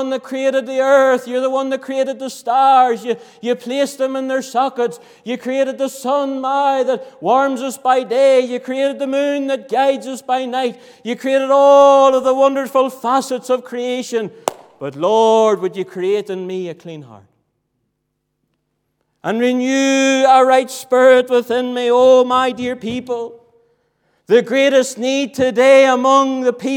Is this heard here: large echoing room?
yes